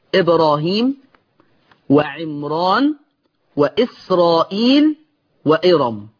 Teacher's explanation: أربع أسماء في القرآن أعجمية يمتنع فيها الترقيق عند ورش · Term: التفخيم